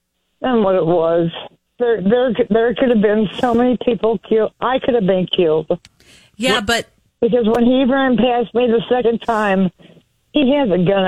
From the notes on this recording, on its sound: A retired Army medic and EMT called.